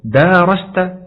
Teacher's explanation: فالمراد إثبات حرف المد وهو الألف بعد الدال من غير إطالة الصوت